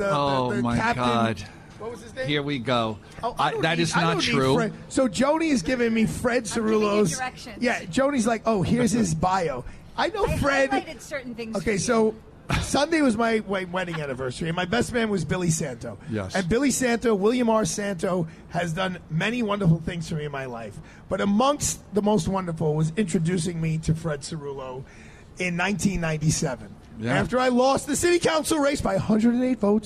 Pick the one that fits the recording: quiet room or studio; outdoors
outdoors